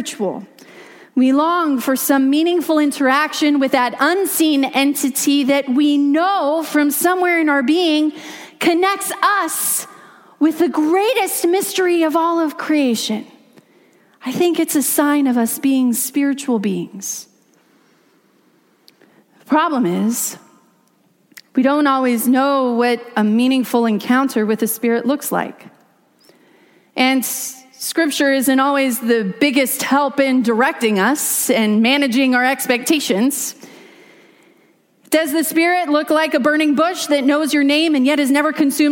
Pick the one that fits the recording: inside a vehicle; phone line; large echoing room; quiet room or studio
large echoing room